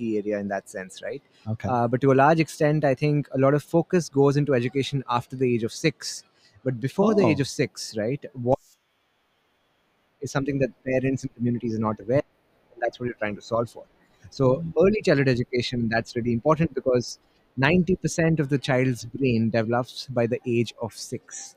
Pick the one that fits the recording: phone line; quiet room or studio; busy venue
busy venue